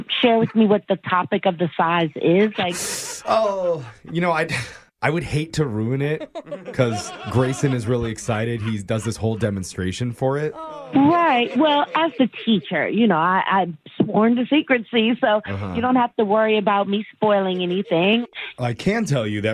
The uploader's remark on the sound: Phone Tap.